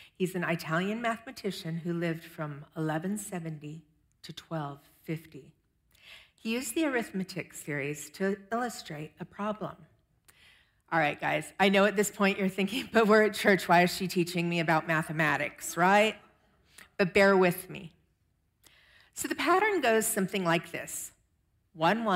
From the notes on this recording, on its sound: Audio of our worship service on 8/20/23. Streamed live on video from our campus in Westlake Village, CA.